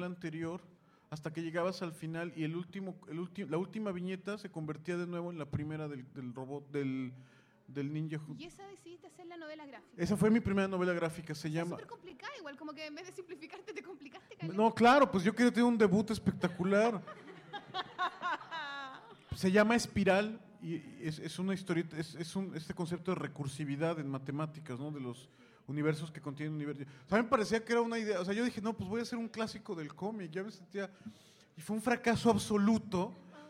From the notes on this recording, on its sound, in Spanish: Nuevamente con público. Los tres invitados del V Encuentro de Ilustración y Cómic de La Reina este 2017. Al final respondieron algunas preguntas de los asistentes.